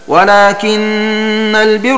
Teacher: فتكون قراءة الباقين بتشديد النون ونصبها ونصب راء البر